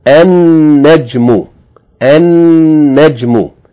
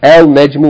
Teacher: you're not going to pronounce the lam, L, but you're going to double the sun letter. · Shown in: first take · And you're going to see here in this text, the shadda reminding you to make that letter twice, once instead of the lam, and once for the beginning of the word.